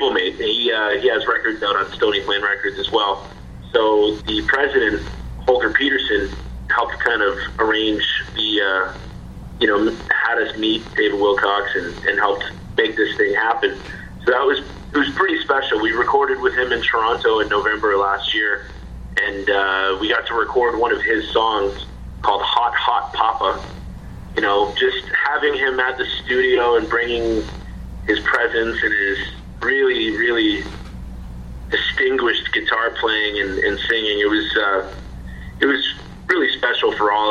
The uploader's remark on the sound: On Beach BOOSTER Radio. Via phone from Ottawa.